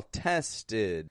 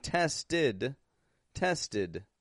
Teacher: I'm using a stop D at the ending. · Shown in: first take · I'm not saying tested, tested.